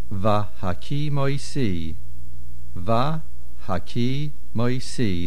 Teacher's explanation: the main accent on the last syllable, and make sure you have the Va on the first syllable, Va Haki Moisi.